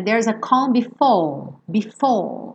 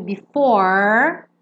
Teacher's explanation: É como se fosse um alongamento da vogal anterior, ao invés de enrolar a língua. · Shown in: first take · Term: R britânico